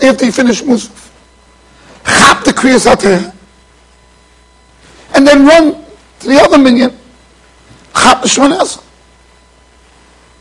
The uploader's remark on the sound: Shiur recorded in Yeshivas Ohr Reuven, Monsey NY.